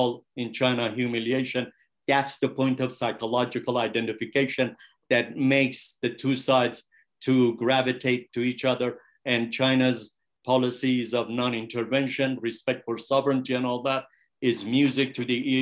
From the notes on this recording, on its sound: This public talk was conducted online via Zoom